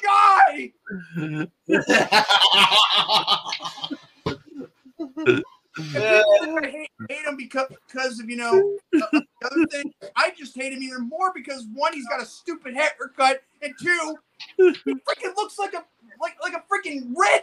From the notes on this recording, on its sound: I want to apologize once again with the audio and having technical difficulties throughout the program